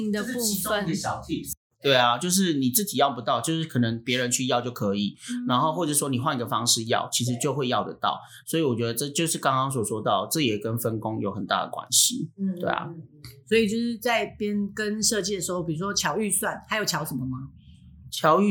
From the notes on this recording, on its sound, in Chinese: 這集因為現場設備的問題，大家聽起來會有一些神秘空間的感覺